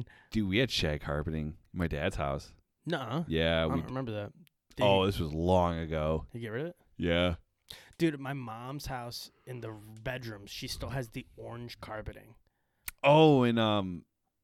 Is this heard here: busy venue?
no